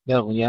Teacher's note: ترقيق الباء قبل الغين مفخمة. بغيا، وأيضا الغين فيها رخاوة ولا نقلقها.